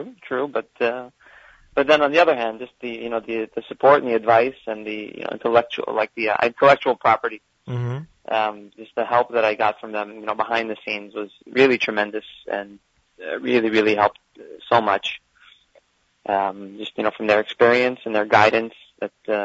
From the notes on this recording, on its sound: On this week's Z Report LIVE we have a truly Amazing show for you. Will phone in to talk to us.